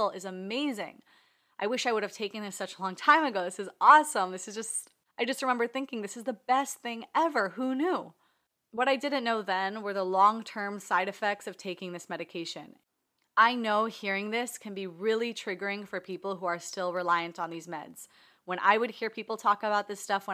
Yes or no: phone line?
no